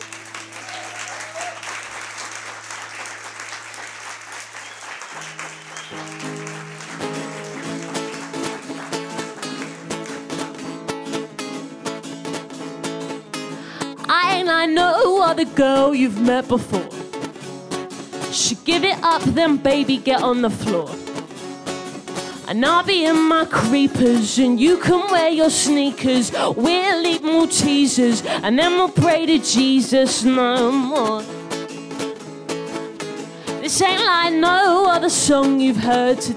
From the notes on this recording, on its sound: This event was recorded live at The Hackney Attic.